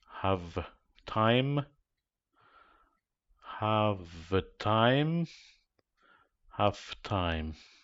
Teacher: We change a voiced consonant sound into an unvoiced consonant sound when it moves forward in a CC connection.